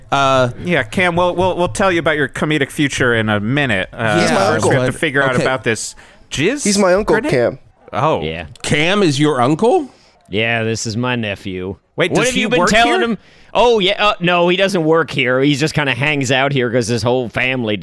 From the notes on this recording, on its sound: A Live Remote From Val-Mart. Broadcast live from the opening of the newest Val-Mart in Val Verde!